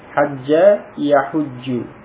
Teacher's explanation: Maka kemudian diidghamkan. Jim yang pertama dimasukkan pada jim yang kedua.